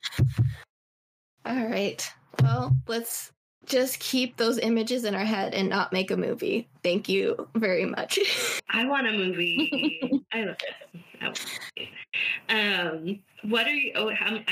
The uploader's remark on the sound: We had some technical difficulties this week